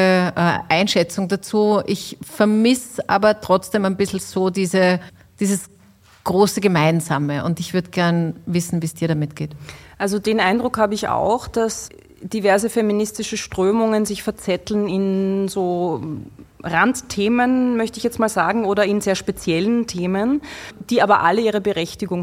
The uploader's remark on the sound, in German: Live-Podcast